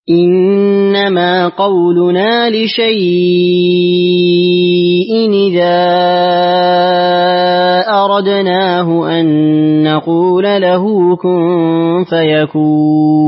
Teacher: بالإشباع مد اللين، وإشباع كذلك المنفصل، وإشباع العارض للسكون